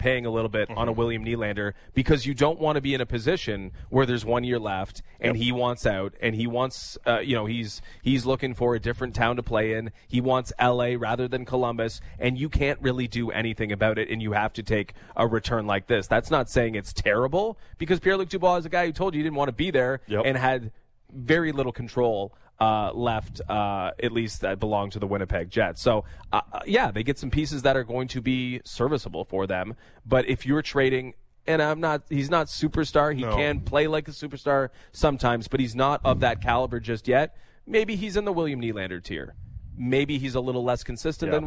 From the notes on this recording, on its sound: We’re live from the 14th annual Joe Carter Classic Golf Tournament at Glen Abbey Golf Club!